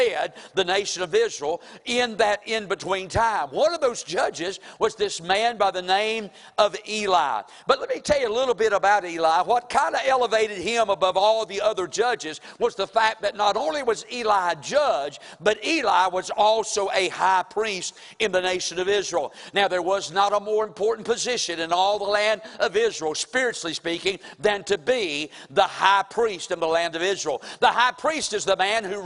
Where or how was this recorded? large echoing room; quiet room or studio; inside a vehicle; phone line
large echoing room